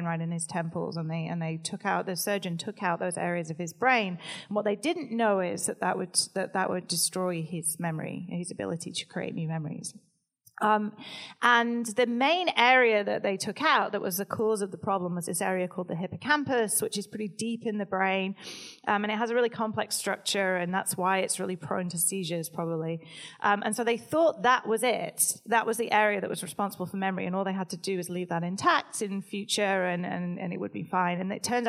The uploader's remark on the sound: LIVE at Much Different Showcase. Recorded at the Much Different Showcase in Brooklyn, New York with a special audience Q&A.